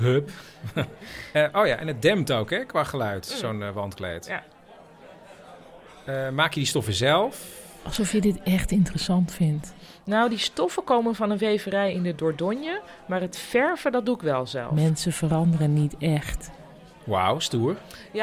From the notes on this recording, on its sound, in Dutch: Op het festival speelden we het live voor een publiek waarbij we rode en blauwe koptelefoons uitdeelden. Hierop waren extra geluiden en gedachten te horen. Voor deze aflevering hoor je als luisteraar het theaterstuk zoals dat via een blauwe koptelefoon te horen was.